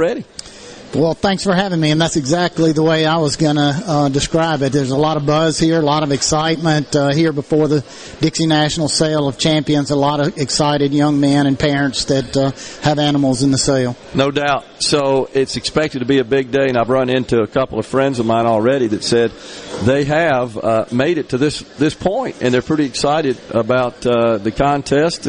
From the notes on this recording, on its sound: LIVE from the Mississippi Trademart for the Dixie National Sale of Junior Champions.